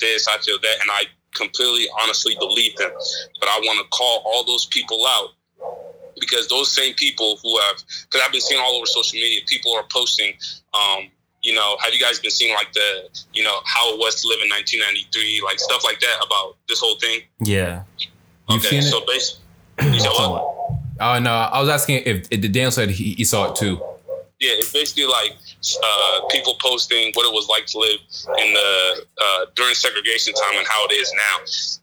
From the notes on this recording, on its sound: A friend phones in from the Protest's in Columbus.